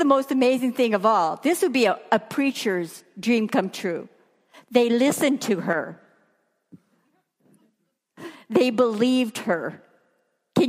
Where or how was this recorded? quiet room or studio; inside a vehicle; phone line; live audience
live audience